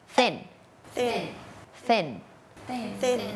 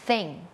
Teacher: เป็นเสียงแบบ unvoicedคือออกมาแค่ลมเราเอาลิ้นเนี่ยมาวางตรงกลางระหว่างฟันบนกับฟันล่าง อย่างนี้เนาะแล้วก็ปล่อยลมออกมาเหมือนเราจะแบบเก็บที่หน้ามันจริงๆอ่ะพ่นลมใส่ไปเลยเดี๋ยวเราลองเอาไปใส่กับคำดูว่ามันจะออกมาเป็นยังไงเอาลองไปพร้อมกันเลยนะคะวอร์มก่อนวอร์มก่อน3 3 3เห็นปะคือมันไม่ใช่ถอดธงมันไม่ใช่ threeอะไรนะคะ three thanks thanks thanks think think think